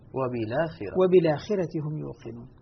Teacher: ألقيت حركة الفتح على اللام وأسقطت الهمزة